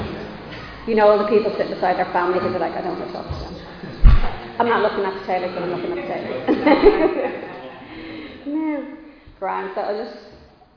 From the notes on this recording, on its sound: Recorded live in Liberty Church on 10 July 2022